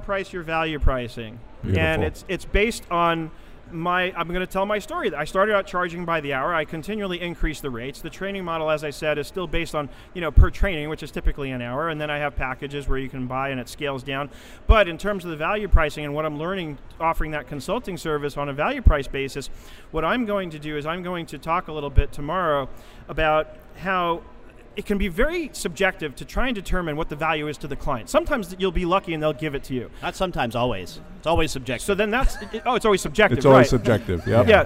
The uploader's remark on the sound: Live from #SageSummit